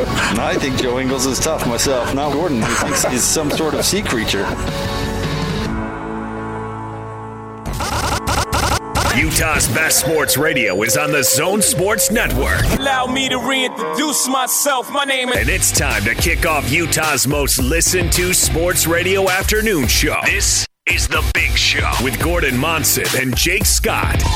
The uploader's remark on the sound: LIVE at Supply Link in Bountiful